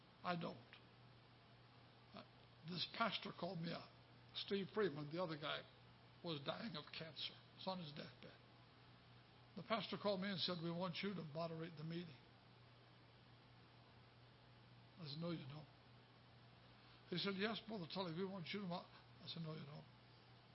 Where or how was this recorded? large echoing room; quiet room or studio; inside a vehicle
large echoing room